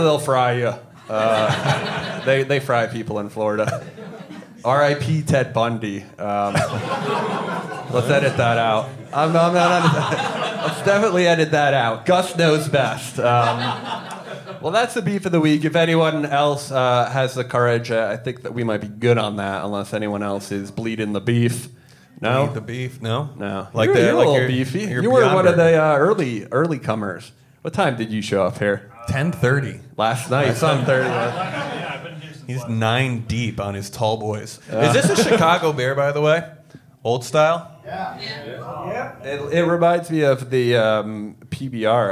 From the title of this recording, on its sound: Twinnovation LIVE in CHICAGO!